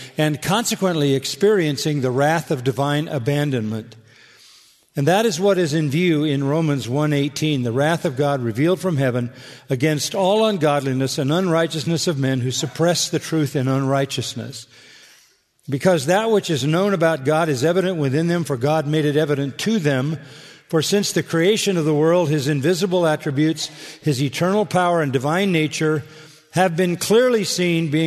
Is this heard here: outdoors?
no